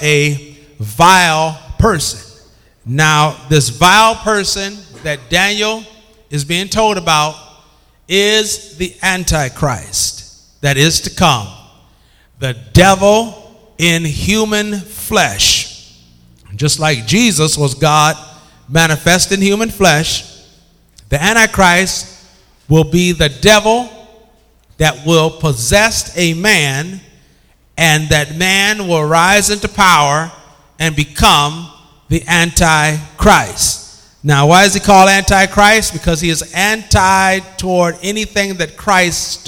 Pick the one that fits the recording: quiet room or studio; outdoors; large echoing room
large echoing room